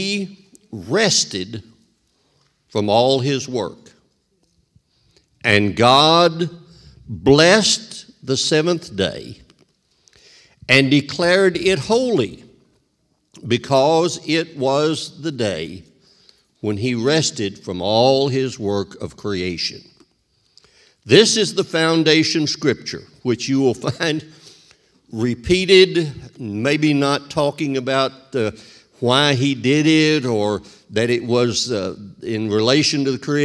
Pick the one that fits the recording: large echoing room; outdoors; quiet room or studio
large echoing room